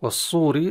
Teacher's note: الراء مرققة لأنها مكسورة